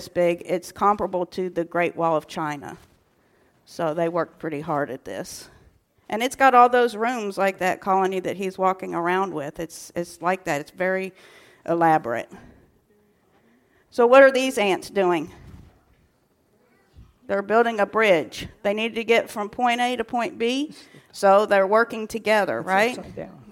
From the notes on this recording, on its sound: recorded on April 15, 2023, at Ringgold Seventh-day Adventist Church